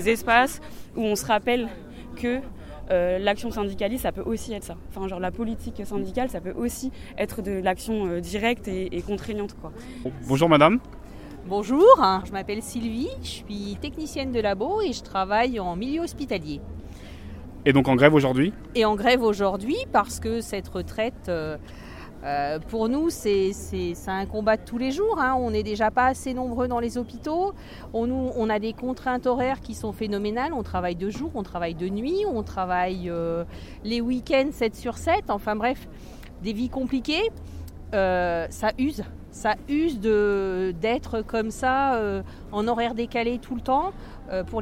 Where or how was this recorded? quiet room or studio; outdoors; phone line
outdoors